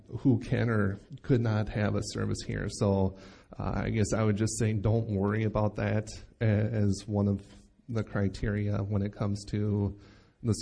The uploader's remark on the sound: Recorded live at Bethany Bible Church